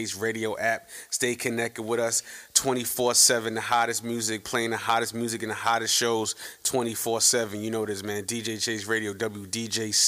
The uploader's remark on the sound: live at the Hood Media NYC’s Media Day Mayhem